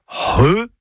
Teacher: C'est un gros H aspiré. · Term: C'H